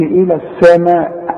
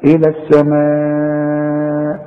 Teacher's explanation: لازم تمد المد ده اربع حركات او خمس حركات عند الوقف · Shown in: second take · Term: مد واجب